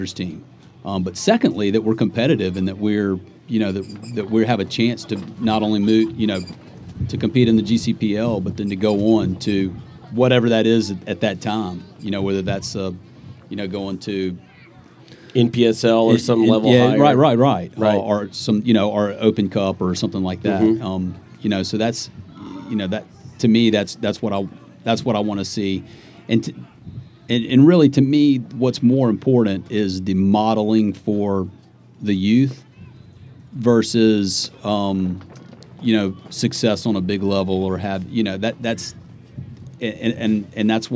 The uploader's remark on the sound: Live at the Eastern Shore Premier Cup